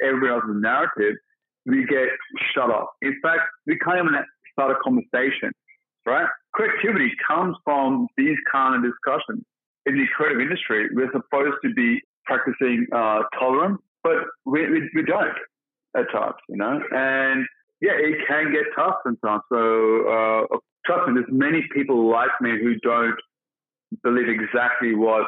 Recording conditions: phone line